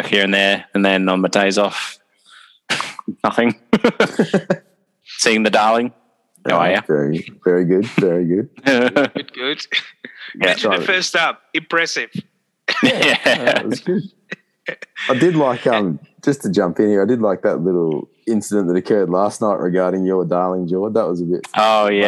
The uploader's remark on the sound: we decided to try and do this episode over Zoom